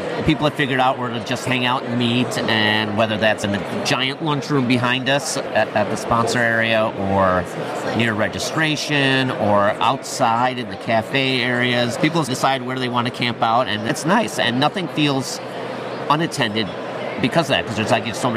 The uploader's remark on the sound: Live From WCUS. Take over the mics at WCUS 2023.